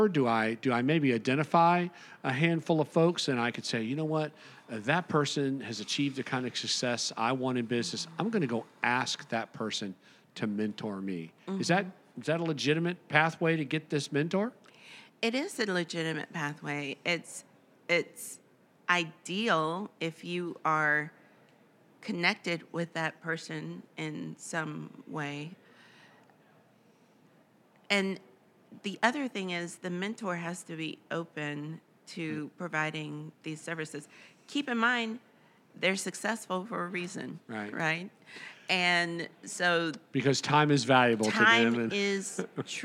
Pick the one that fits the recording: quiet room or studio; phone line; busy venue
busy venue